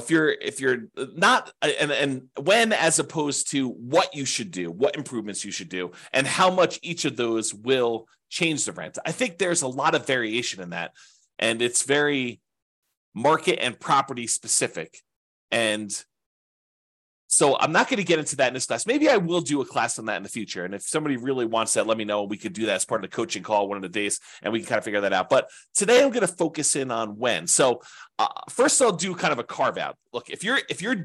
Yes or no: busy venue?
no